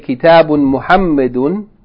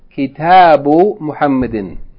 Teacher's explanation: The vowel Dhamma remains, but the Noon is deleted · Shown in: second take